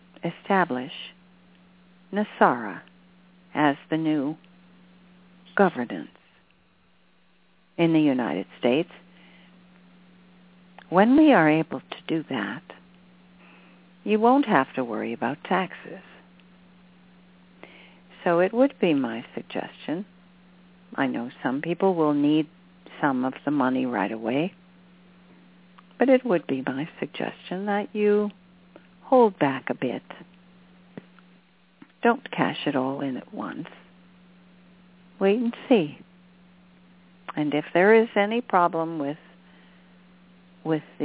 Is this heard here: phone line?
yes